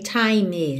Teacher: super importante você lembrar de time, fechar aqui no M, nada de time, ok?